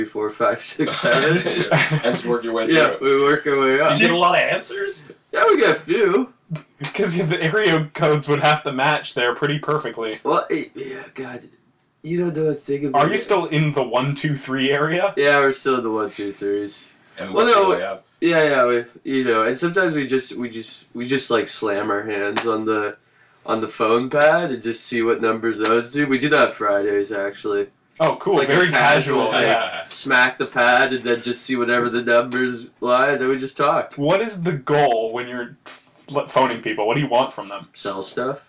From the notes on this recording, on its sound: It's a Bad Audio Bonus Episode!